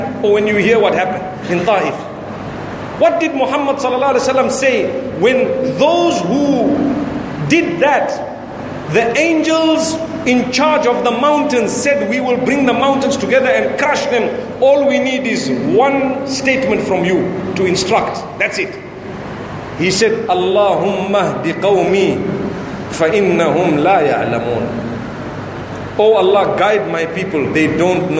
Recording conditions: large echoing room